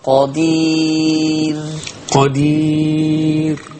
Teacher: بس خلي بالك قدير مرقق. من غير ما نكرر الراء.